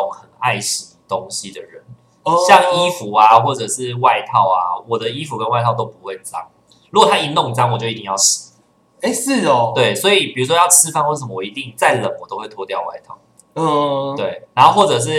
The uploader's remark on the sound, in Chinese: 本週因設定問題導致音質單薄